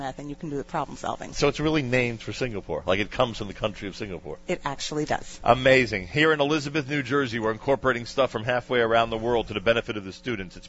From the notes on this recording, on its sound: Live Remote Alert! Live from Rav Teitz Mesivta Academy (RTMA) in Elizabeth, NJ.